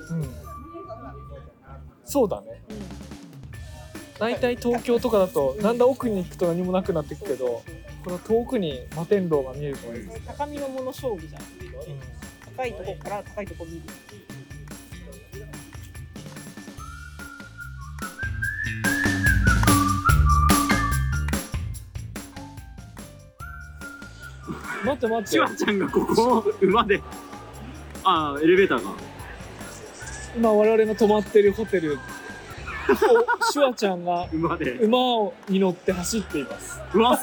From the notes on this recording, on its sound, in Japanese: スマホのマイクに向かって語りかけながらお届けする心象スケッチ